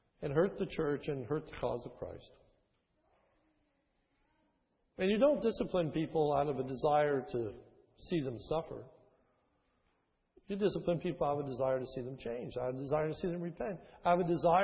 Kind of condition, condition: setting, large echoing room